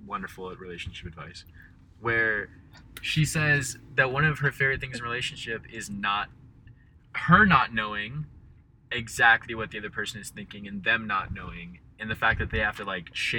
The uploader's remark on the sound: Recording a Podcast Episode but We're Driving Around and It's 100 Degrees Outside. We attempt to record an episode in the car.